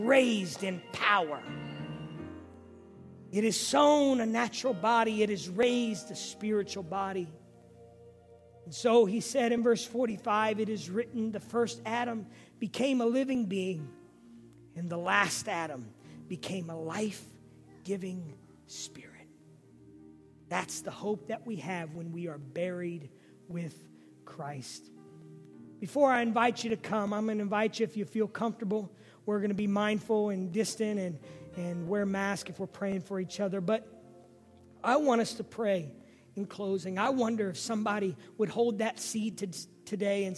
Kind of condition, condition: setting, large echoing room